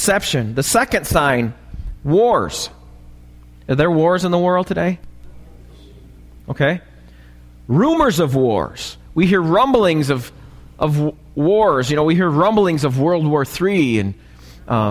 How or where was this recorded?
large echoing room